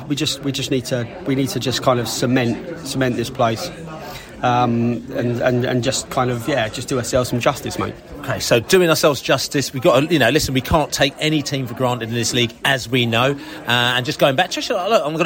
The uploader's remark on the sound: Podcast from the Pub. Hooked up in a lovely boozer in Chertsey to shoot the breeze.